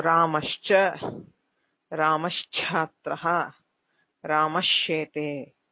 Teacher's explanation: च छ श एतेषु परेषु विसर्गस्य सकारः भवति, तस्य सकारस्य श्चुत्वेन शकारः भवति